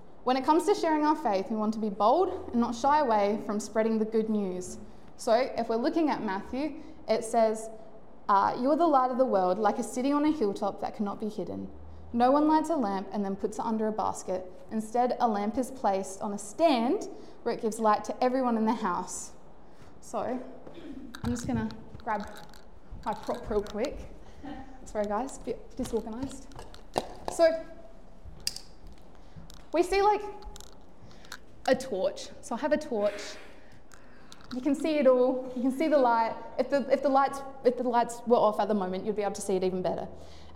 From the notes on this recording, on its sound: Recorded live at One Heart Church (Port Lincoln) on the 11th of Feburary, 2024.